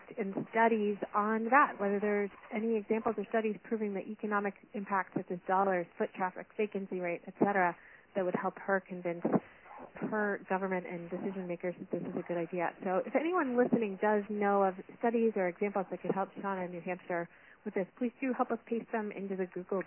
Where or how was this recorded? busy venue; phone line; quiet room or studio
phone line